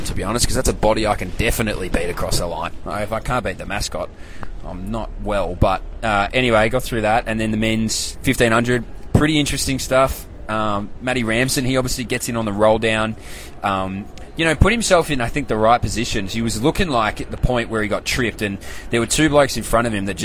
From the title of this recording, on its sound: LIVE FROM THE WORLD CHAMPS